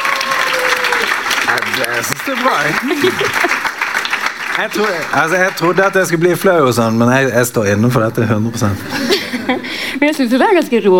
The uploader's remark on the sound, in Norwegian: Opptaket er uredigert og gjort foran publikum på Vill Vill Vest i november 2023.